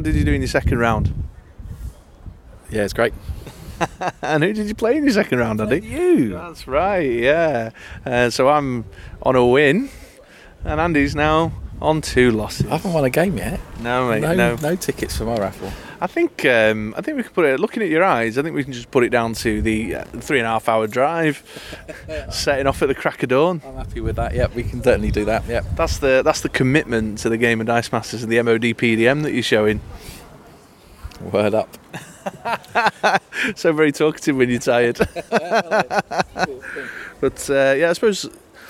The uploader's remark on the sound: We kept the live MoDPDM coverage in for y'all. If you've ever been interested to know how a live MoD tournament event goes then this is the place for you.